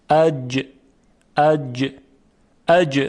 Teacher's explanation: اما ما به طور کلی در این سطحی که فعلا داریم مطرح میکنیم، عرض میکنیم وسط زبان. وسط زبان به طرف بالا یعنی سقف دهان میره و برخورد میکنه به سقف دهان و حرف جیم تلفظ میشه